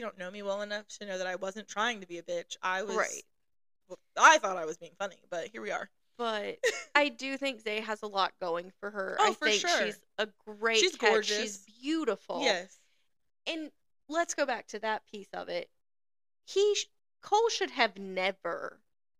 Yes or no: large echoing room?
no